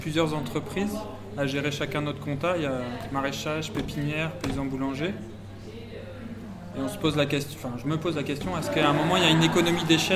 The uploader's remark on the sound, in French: Un second épisode enregistré pendant ces ateliers.